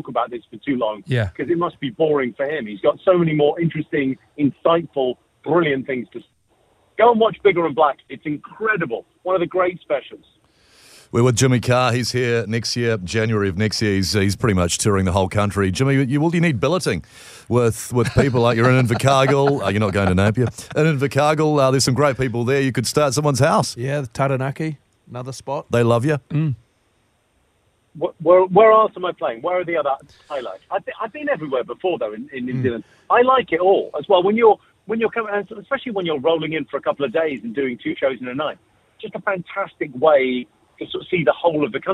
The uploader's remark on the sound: We were joined on the phone by UK Comedian